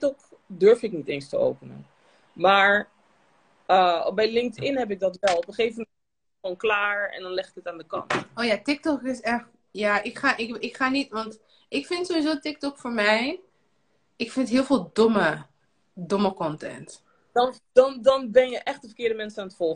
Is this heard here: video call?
yes